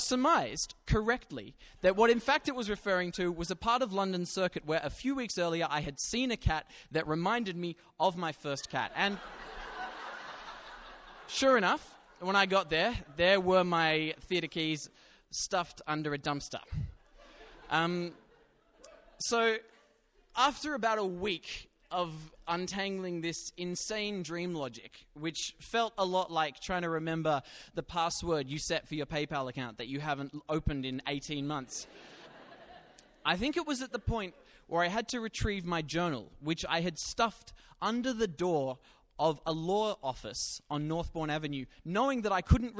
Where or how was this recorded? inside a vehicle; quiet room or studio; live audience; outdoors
live audience